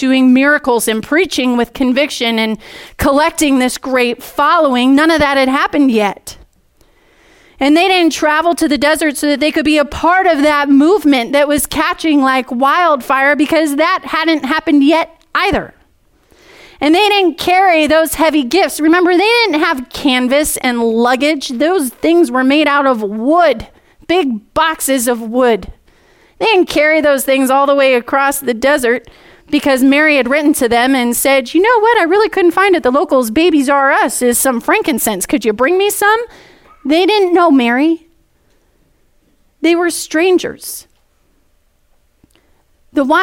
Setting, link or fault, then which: setting, large echoing room